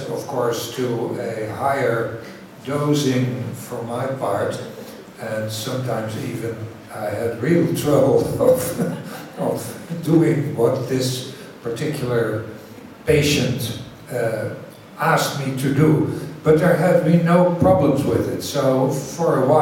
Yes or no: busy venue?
yes